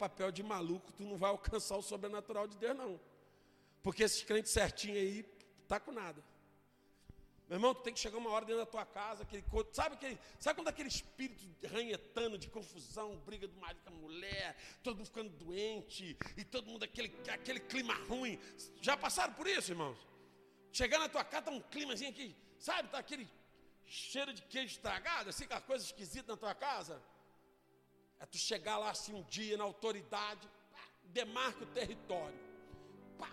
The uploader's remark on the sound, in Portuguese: Ao Vivo na Casa de Louvor